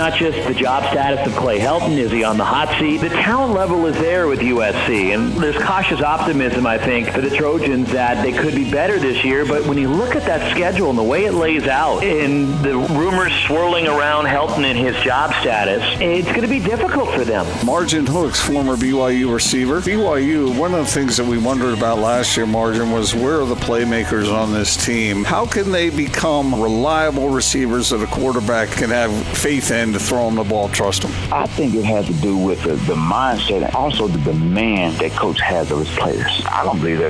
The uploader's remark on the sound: presented LIVE from Bullfrog Spas in Bluffdale.